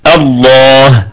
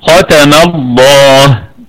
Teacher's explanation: لام لفظ الجلالة مفخمة لأنها مسبوقة بفتحة، والهمزة همزة وصل تثبت ابتداء وتسقط درجا. يعني إذا ابتدأنا بهمزة الوصل في لفظ الجلالة فسوف تكون همزة محققة · Shown in: first take